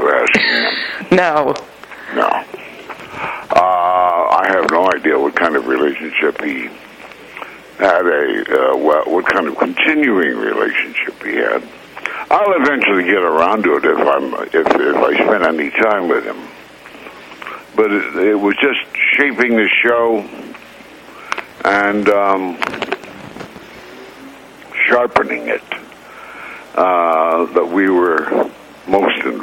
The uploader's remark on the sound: We spoke over the phone. From Los Angeles.